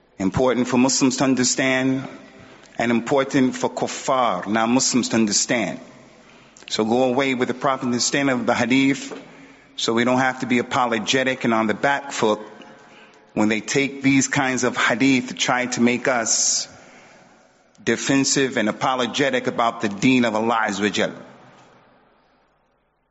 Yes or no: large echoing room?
yes